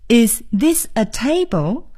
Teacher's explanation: What's that?朋友们注意到了吗？在我们刚才练的这几个句子里啊，有一些语调的变化，比如说 This is a plane.我们用的是降调，这是因为呢，这是一个陈述句，一般在陈述句里呢，我们应该用降调。那么在 Is this a table?我们用的是升调。 Is this a table?也是一般疑问句，所以呢我们要用升调。朋友们可能已经注意到了，以 what 开头的句子呢用的是降调，比如 what's this?